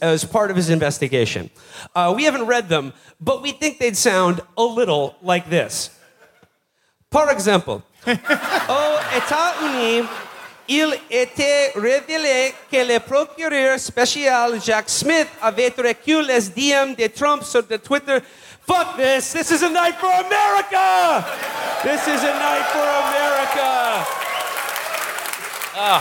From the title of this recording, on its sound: Live from Montreal